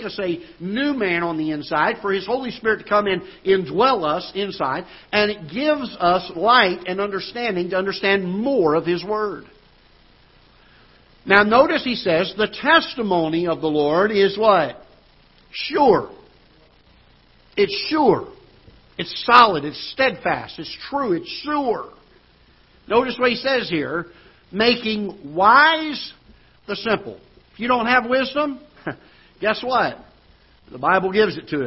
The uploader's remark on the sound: Ketha Heights Baptist Church ~ Live Broadcast